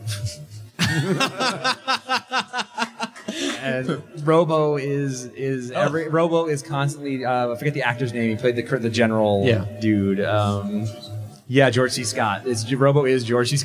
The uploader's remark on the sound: Live from HeroesCon 2013, it’s Atomic Robo Nuts & Bolts! In front of a live crowd in Charlotte, NC for the first time. (This also explains why it sounds like were in a gymnasium, there was a lot of slap-back in that tiny room.)